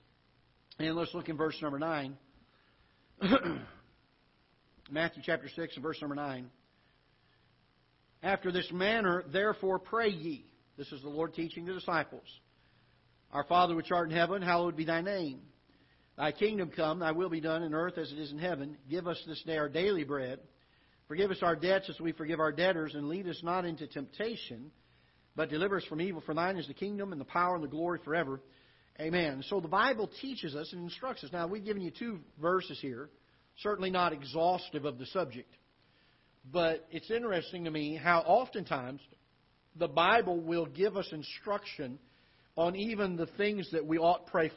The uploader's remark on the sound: Ketha Heights Baptist Church ~ Live Broadcast